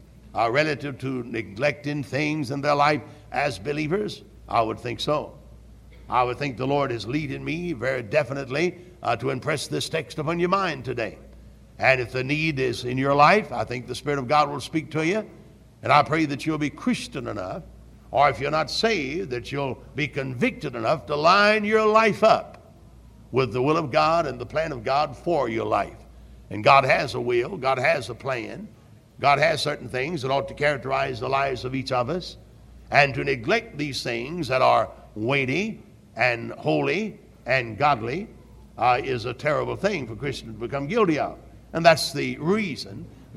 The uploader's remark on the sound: Originally preached at Tabernacle Baptist Church in Greenville, SC